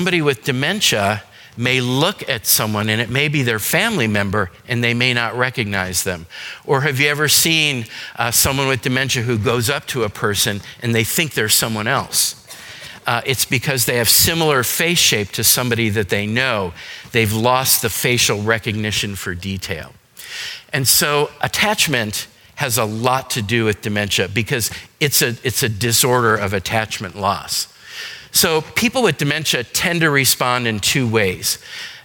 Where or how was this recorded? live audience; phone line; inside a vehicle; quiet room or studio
live audience